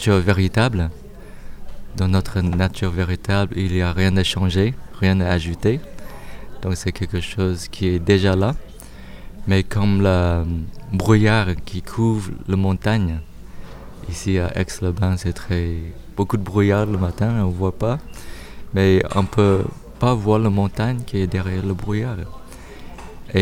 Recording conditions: outdoors